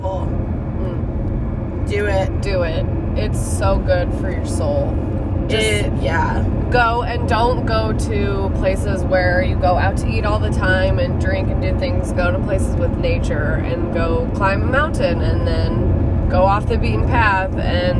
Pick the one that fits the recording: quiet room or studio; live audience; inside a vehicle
inside a vehicle